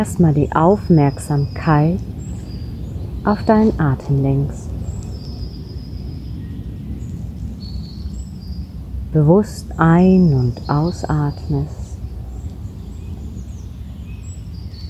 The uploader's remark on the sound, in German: Ich habe diese Meditation direkt in der Natur an einem besonderen Kraftort im Wald aufgenommen. Aus diesem Grund ist der Ton nicht ganz optimal und du wirst im Hintergrund Vogelgezwitscher hören.